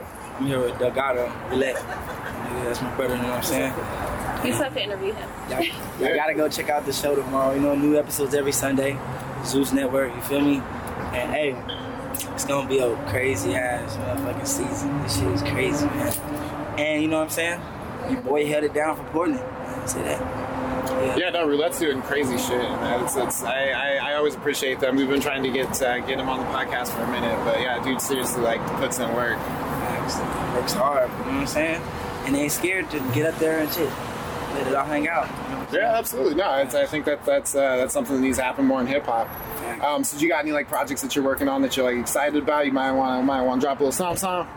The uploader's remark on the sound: Star Awards Live Coverage. Portland Hip Hop Week. We did live interviews with local artists. The 2022 "STAR AWARDS" presented by Leadertainment featured collaborations with Mic Check and PDX Rated Ill Records .